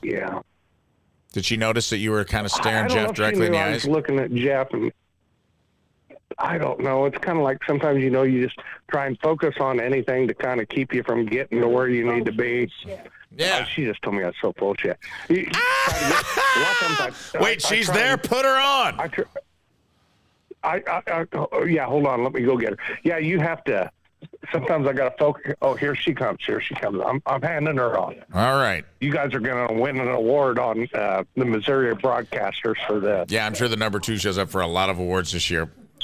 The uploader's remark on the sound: Engages with live callers. Join the live interaction.